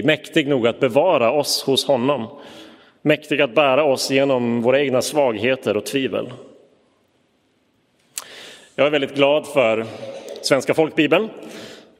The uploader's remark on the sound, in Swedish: Inspelad i Roseniuskyrkan den 6 november 2022.